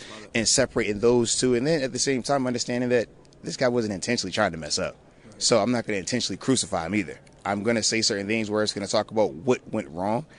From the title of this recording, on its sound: live from the draft combine